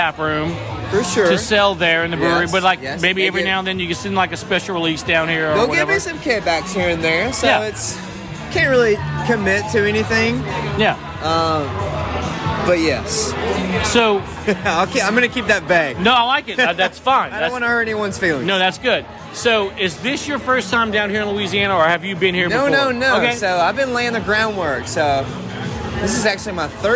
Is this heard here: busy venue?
yes